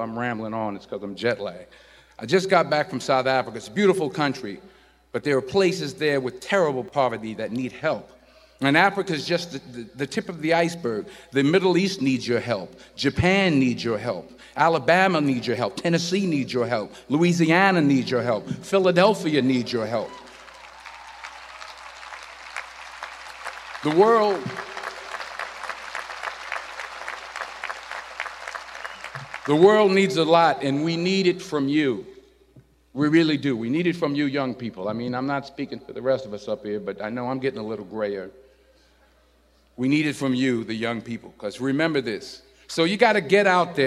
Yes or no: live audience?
yes